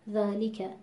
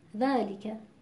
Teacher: در تلفظ حرف لام و کسره‌ای که این حرف داره اختلاس دیده میشه · Shown in: second take